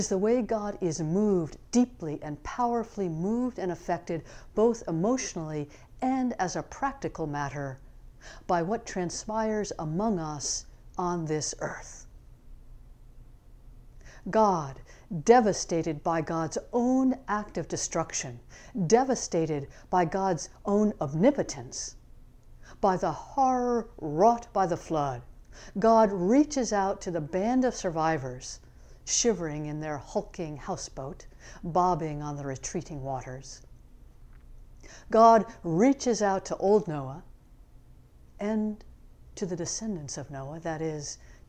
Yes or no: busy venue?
no